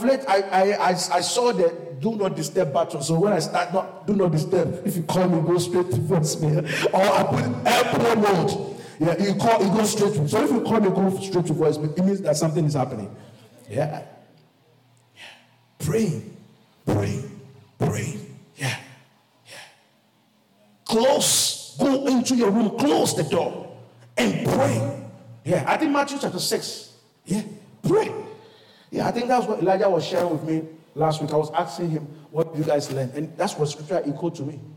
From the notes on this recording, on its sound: QFC Charis Center - Albany, NY. LIVE from Charis Center | Albany, New York.